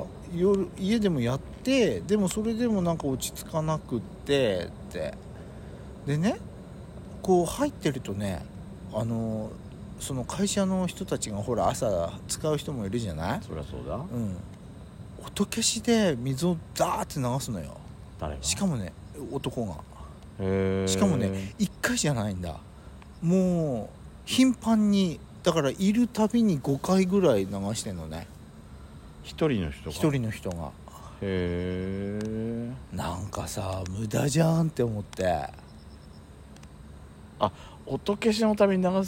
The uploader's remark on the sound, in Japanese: 秋の夜長、無人のサービスエリアにて。ロケ収録。